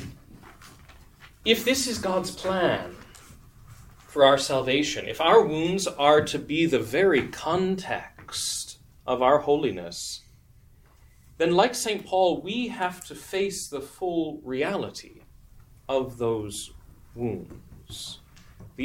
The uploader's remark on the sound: This lecture was given on March 18th, 2023, at "The Passion & the Sacred Wounds: An Intellectual Retreat" at the Dominican House of Studies.